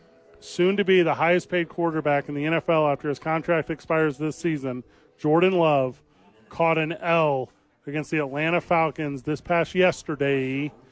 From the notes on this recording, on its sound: The Bois are live from Howie's Sports Page.